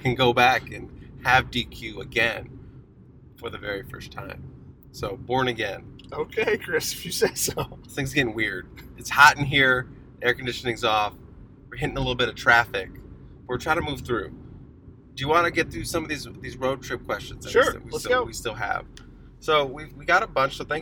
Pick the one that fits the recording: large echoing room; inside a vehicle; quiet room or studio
inside a vehicle